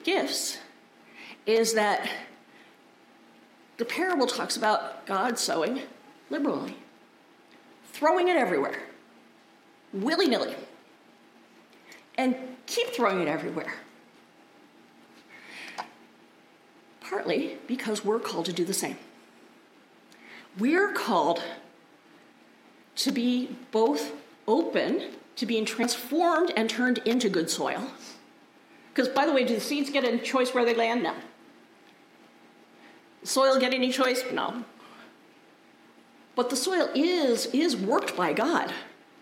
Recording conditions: large echoing room